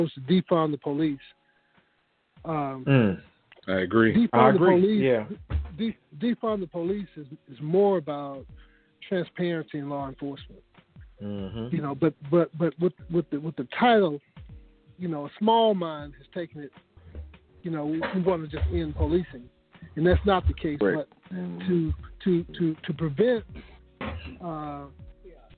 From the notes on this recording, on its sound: the phone lines will be open